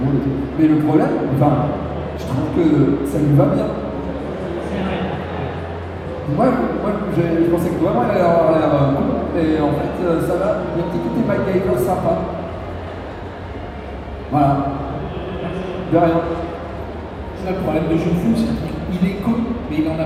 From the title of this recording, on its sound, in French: Conférence TGS 2017